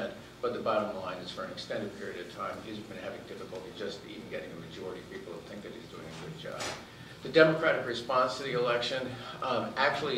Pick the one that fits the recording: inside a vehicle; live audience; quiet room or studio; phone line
live audience